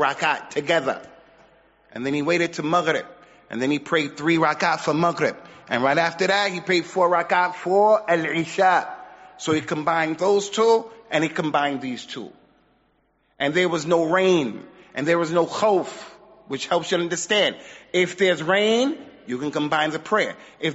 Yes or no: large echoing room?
yes